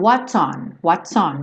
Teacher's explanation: Junta esse S no on